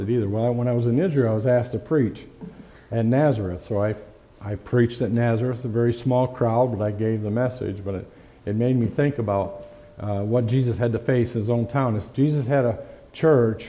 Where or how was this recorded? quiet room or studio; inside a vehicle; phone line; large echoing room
large echoing room